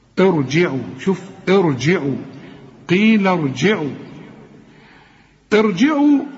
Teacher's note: همزه الوصل، اذا جت قبل راء ساكنه يبقى فخم الراء دي